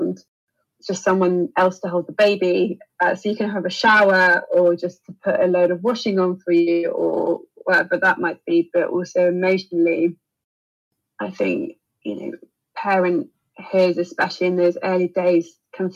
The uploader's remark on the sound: Apologies for the audio quality on this episode, thanks in part to a dodgy Zoom connection and an overzealous Siamese cat called Brandy.